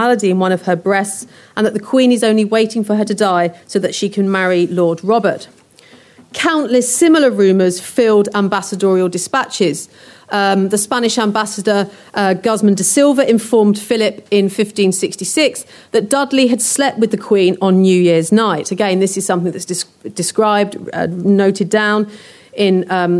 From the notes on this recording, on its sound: a lecture recorded on our recent Tudors Day